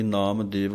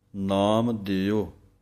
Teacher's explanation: ਦੱਦੇ ਲਾਂ ਲੰਮੀ ਬੋਲਣੀ ਹੈ, ਊੜੇ ਔਂਕੜ ਦੀ ਆਵਾਜ਼ ਥੋੜ੍ਹੀ ਦੇਣੀ ਹੈ · Shown in: second take